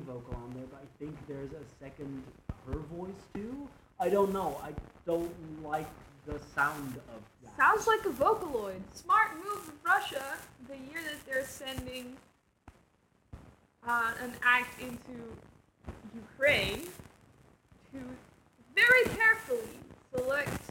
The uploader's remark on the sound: The audio quality in this episode is pure hot garbage. It sounds like trash.